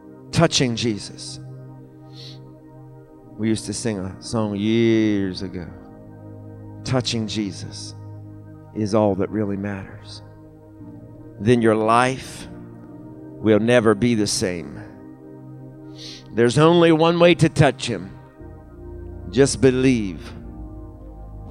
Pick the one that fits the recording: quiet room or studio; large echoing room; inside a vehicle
large echoing room